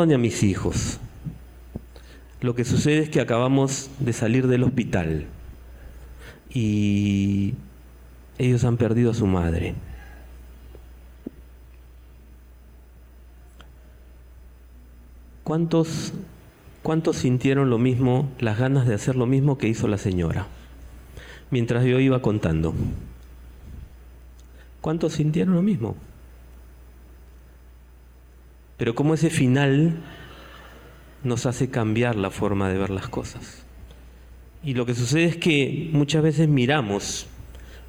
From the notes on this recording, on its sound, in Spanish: Este podcast es la retransmisión de la reunión de iCafe de cada domingo